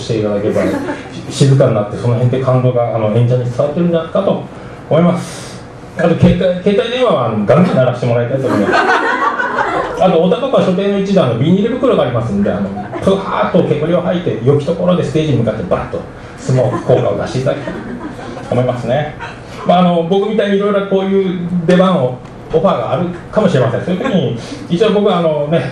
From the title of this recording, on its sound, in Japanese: ライブハウスＣＢ14周年 ﾂｰﾏﾝﾗｲﾌﾞ